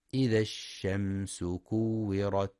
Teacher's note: ينتبه القارئ في كلمة الشمس لرخاوة الشين وهمسها